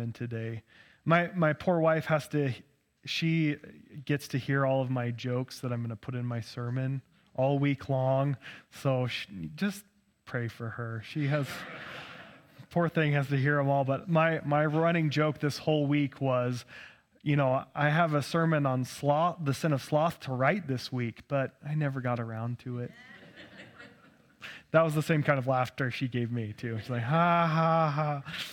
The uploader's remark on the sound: preached on 3/12/2023 at Cathedral of the Rockies Amity Campus